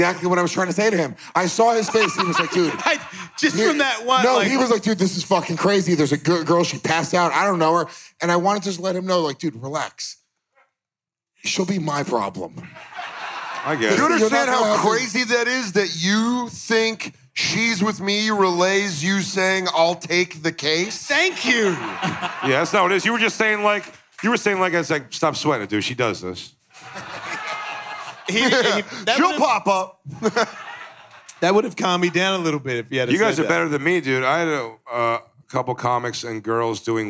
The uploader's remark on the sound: live in Houston for a weekend of Ellismania fights at Skankfest